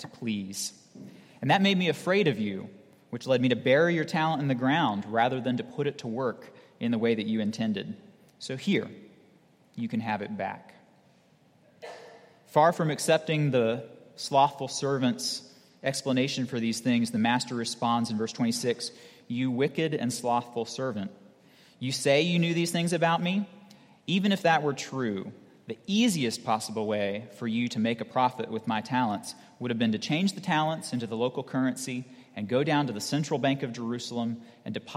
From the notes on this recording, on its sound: at Redeemer Presbyterian Church in Charleston, SC